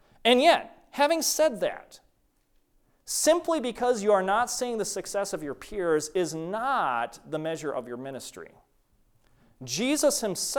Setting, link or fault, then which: setting, large echoing room